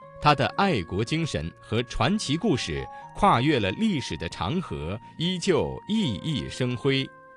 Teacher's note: 复鼻韵母是昂、嗯、英、翁的字有精神的精、长河的长、熠熠生辉的生